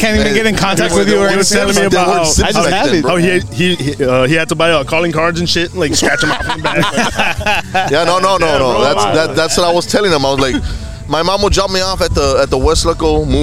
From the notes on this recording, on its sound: live from the 78543 show in Elsa, Tx.